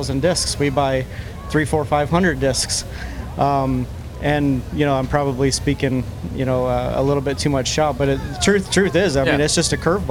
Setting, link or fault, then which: setting, busy venue